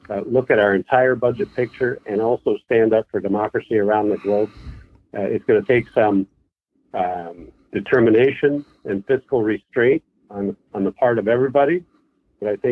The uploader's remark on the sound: Weekly Call In Session